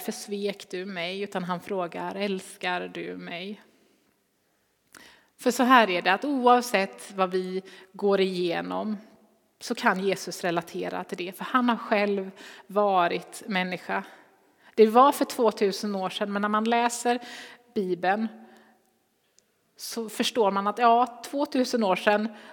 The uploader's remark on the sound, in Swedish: Inspelning från Immanuelskyrkan Skövde.